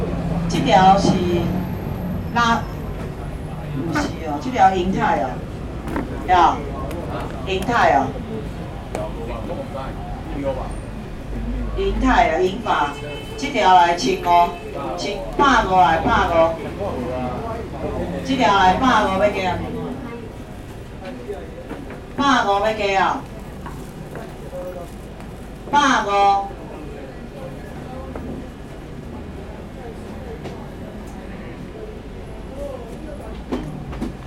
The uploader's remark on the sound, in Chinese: 台北市萬華區,一個充滿歷史的區域,尤其在龍山寺的周邊,有二手市場,有剝皮寮街區。這段錄音,是2019年我恰巧經過康定路上的新樂園拍賣場,現場的拍賣狀況,記得當時時間約在下午傍晚時刻。